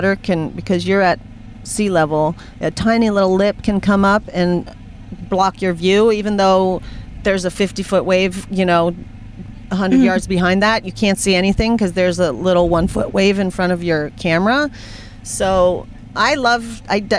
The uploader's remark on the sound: from my car!